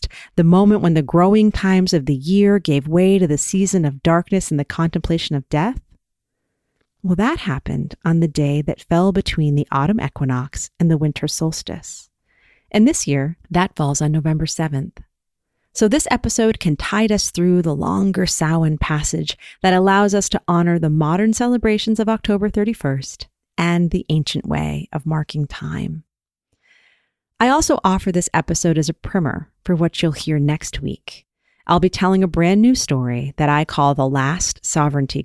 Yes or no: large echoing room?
no